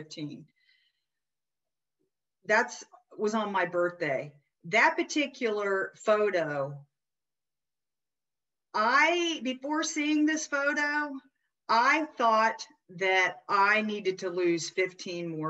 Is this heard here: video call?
yes